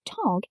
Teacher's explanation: Answer: they become devoiced. B sounds like P, D sounds like T, and G sounds like K, so Tag ends with a K sound.